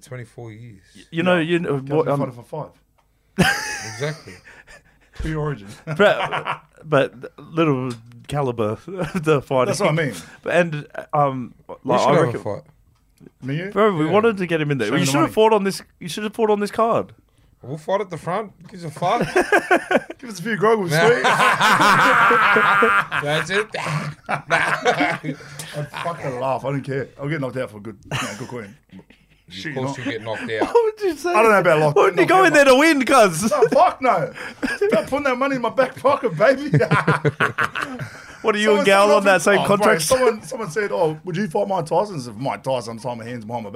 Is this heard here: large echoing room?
no